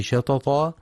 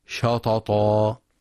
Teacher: ينتبه القارئ في كلمة شططا لترقيق الشين، فلا يفخمها بسبب مجاورة حرف الطاء المفخم · Shown in: first take · فلا يقرأ شططا.